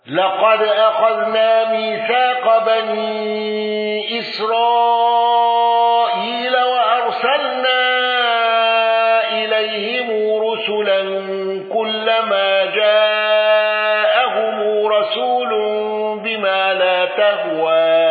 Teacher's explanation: خلف العاشر على الوجه السابق بإمالة تهوى لقد أخذنا ميثاق بني إسرائيل وأرسلنا إليهم رسلا كلما جاءهم رسول بما لا تهوى أنفسهم فريقا كذبوا وفريقا يقتلون قالوا بتوسط المنفصل وصلة ميم الجمع ولم يندرج معه أحد.